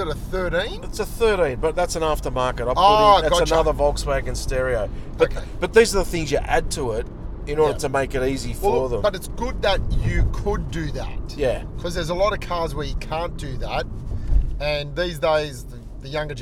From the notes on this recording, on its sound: LIVE Drive 2013 VW Beetle 1L. Recording in a VW Beetle.